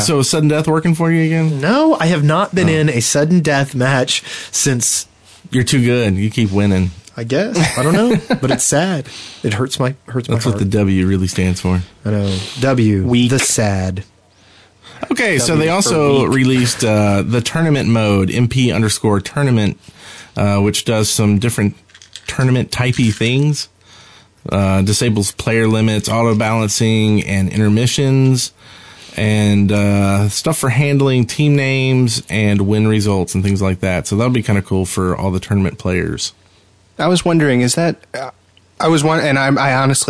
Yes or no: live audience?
no